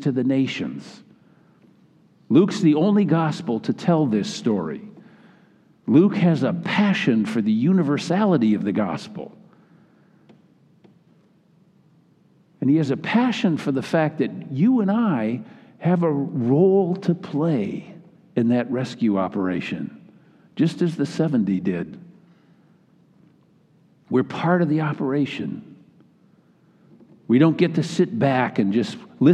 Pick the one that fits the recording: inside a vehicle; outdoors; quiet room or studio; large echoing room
large echoing room